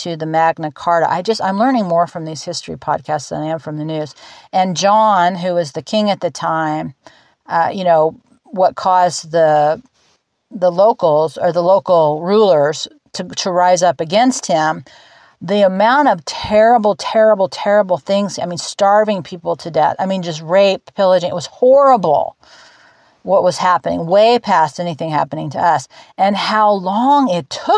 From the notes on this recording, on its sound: I’ve got pictures of life here in the higher desert - 2000’ and not 500’!!! The dogs are sitting here with me, all of us outside and under the tent in the now calm and sunny blue skies, perfect temps, and for this moment - peace.